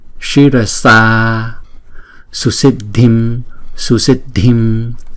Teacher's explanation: Shirasa, sa, chữ A này là hai nhịp ha. Chữ S này á, thì chúng ta không có cong lưỡi, chúng ta đọc là s, giống như màu xanh á.